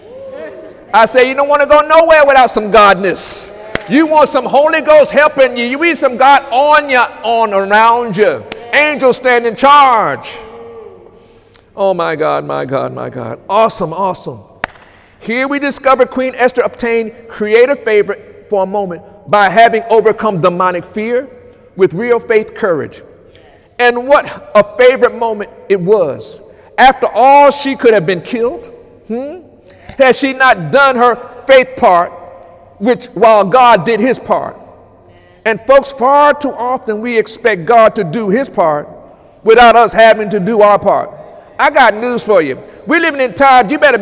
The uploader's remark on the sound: During Sunday morning service on September 2, 2018